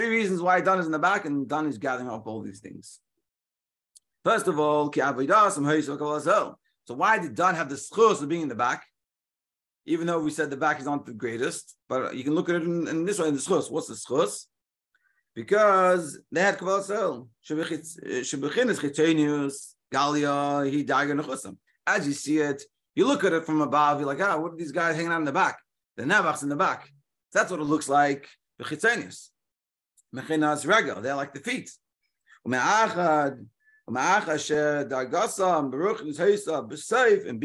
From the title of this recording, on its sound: Daily Zoom Shiur